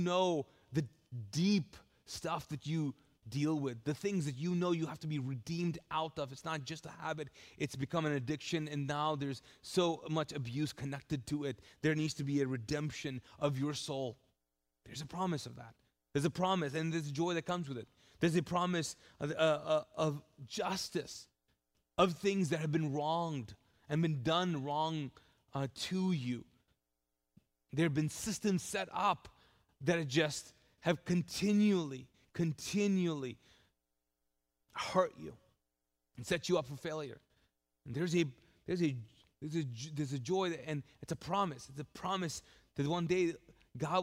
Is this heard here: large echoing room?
yes